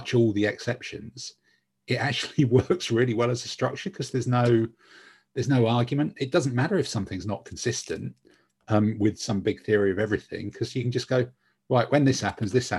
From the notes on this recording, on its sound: In this week's swelteringly hot podcast the regular team of seven perspire their way through a zoom call.